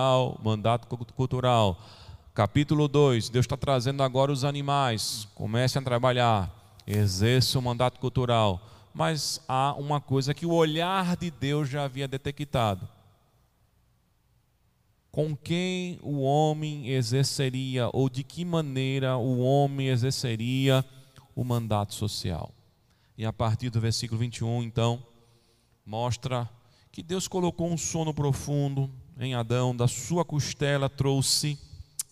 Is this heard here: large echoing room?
yes